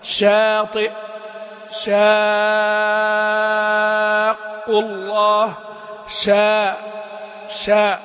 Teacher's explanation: شاطئة الشين مرققة والهمزة مرققة والهاء أيضا مرققة